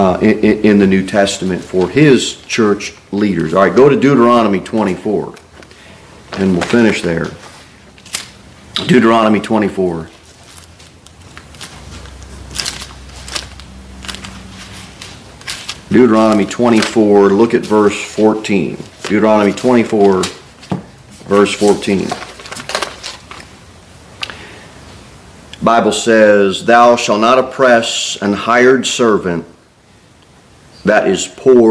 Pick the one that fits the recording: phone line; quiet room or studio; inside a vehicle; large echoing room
large echoing room